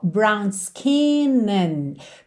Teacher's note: Percebe que o a de and quase não aparece.